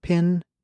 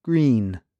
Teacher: Look in a mirror, she says, while you say the words pin and green. Because to say I, your face is very relaxed, but to say E, you are pulling the sides of your mouth almost like you're smiling. It's a bigger mouth movement.